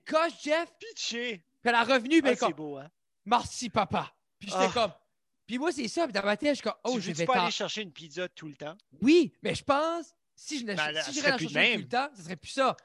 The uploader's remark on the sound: Zoom calls are the best!